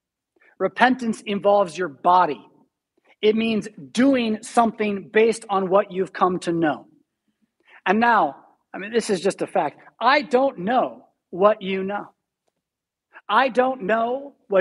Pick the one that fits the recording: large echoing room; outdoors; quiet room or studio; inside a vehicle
large echoing room